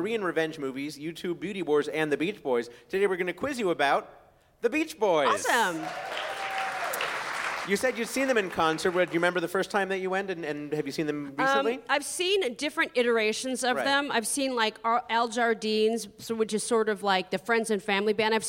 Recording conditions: busy venue